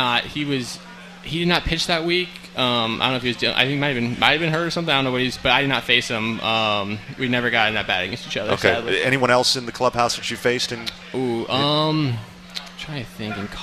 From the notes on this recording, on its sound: Live from Duffy's Sports Bar & Grill. Nats Spring Training Live!